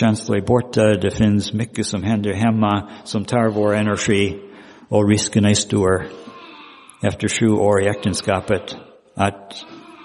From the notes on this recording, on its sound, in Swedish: Inspelad i Roseniuskyrkan.